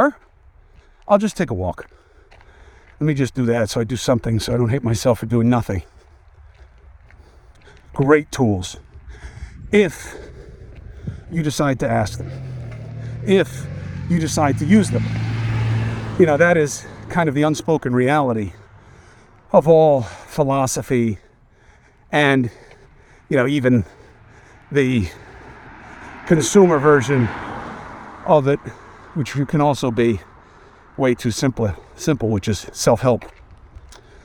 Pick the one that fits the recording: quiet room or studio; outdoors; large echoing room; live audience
outdoors